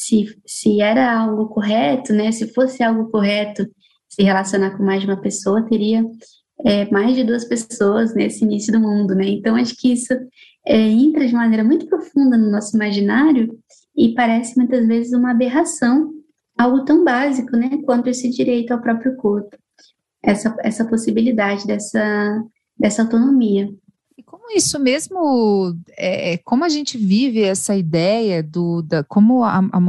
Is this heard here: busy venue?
no